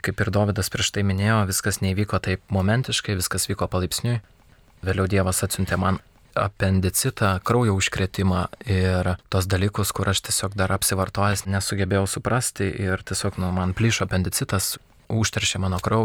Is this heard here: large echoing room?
no